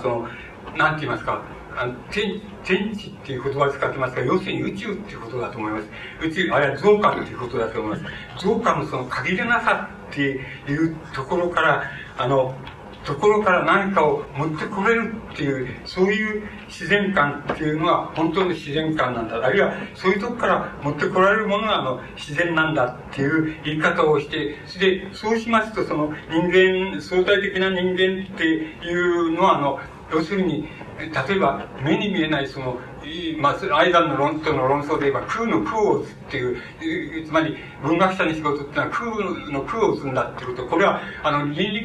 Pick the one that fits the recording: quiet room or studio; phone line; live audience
live audience